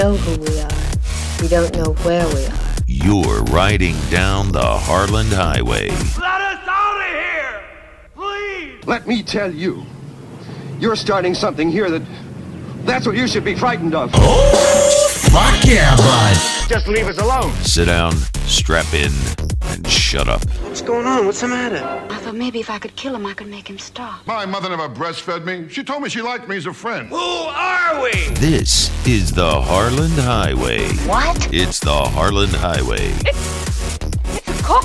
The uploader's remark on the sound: Listener phone calls.